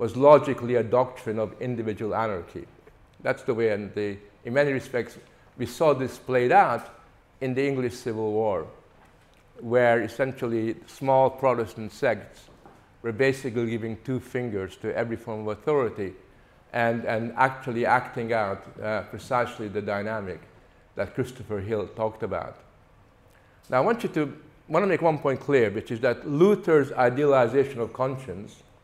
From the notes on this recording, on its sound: Features the lecture ‘Freedom of conscience: 21st century challenges’ recorded at Living Freedom Summer School 2023.